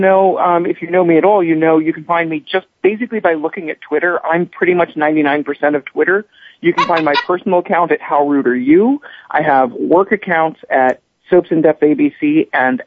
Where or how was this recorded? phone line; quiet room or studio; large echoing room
phone line